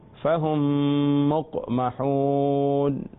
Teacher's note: یہاں اب قاف پر قلقلہ ہوگا کیونکہ قاف حروف قلقلہ میں سے ہے، اور فہم اختتام میم پر، اور مقمحون کے لفظ کا لفظ کی ابتدا میم سے ہو رہی ہے.